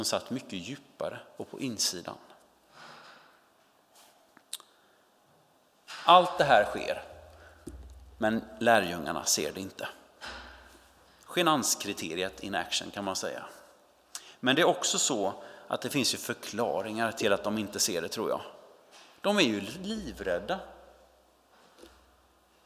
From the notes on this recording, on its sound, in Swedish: Inspelning från Immanuelskyrkan Skövde.